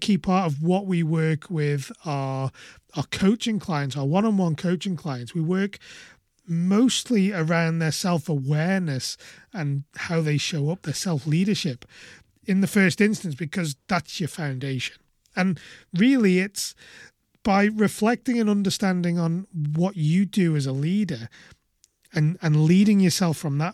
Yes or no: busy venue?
no